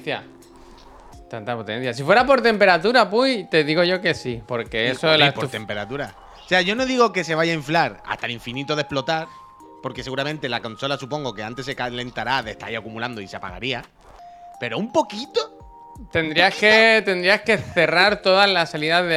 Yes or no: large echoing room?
no